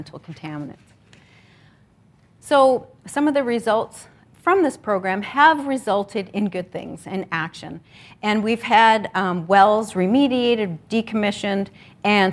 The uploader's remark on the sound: This episode is based on a keynote presentation. At the fourth annual “Create H2O” First Nations Water Research Conference, organized by the University of Manitoba’s Centre for Human Rights Research.